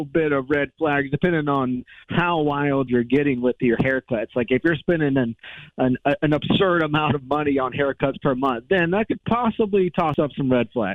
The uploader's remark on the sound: got some really funny phone calls